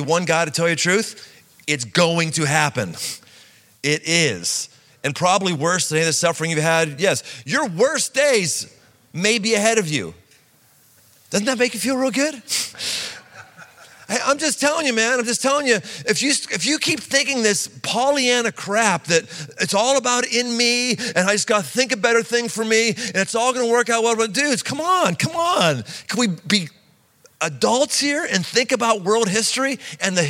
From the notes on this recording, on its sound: Live in Cincinnati. Live talk, recorded before a group of 18-24 year olds in Cincinnati.